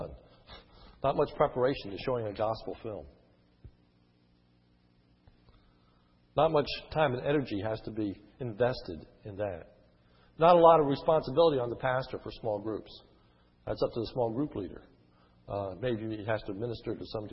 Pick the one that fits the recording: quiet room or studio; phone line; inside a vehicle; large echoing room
large echoing room